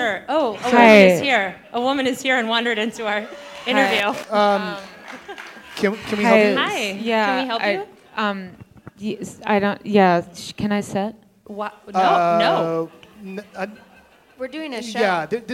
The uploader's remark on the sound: Recorded live (so expect bumps)